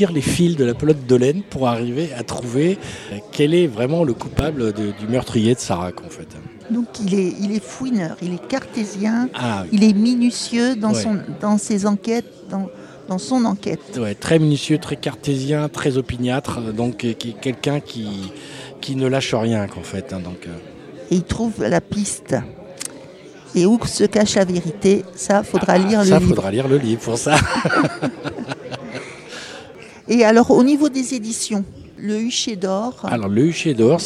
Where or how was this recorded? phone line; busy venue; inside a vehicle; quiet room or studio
busy venue